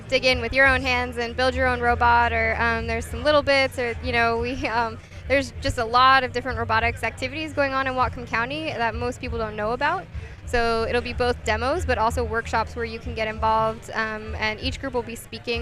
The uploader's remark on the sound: Live from LFNW